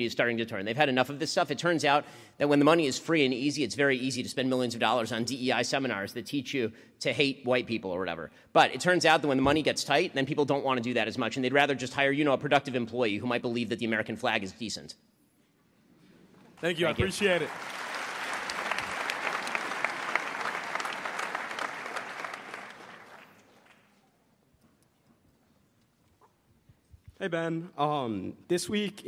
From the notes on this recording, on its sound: LIVE at UW-Madison. Streamed live.